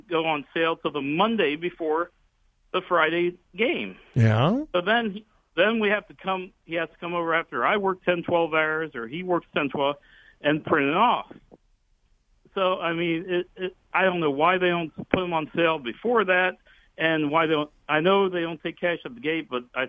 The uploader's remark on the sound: Open Phone Friday.